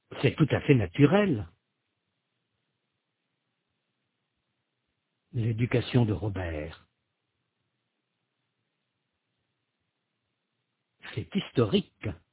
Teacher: Il n'y a un léger accent tonique qu'à la fin du groupe.